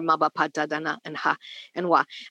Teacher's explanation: I'm adding a schwa, but we really shouldn't.